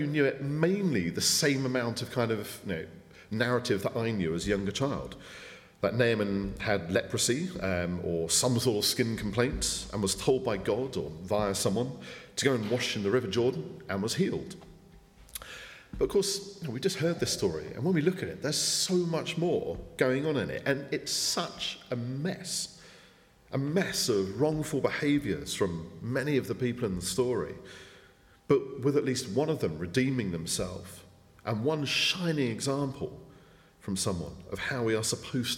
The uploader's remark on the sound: speaking at the 9:30 service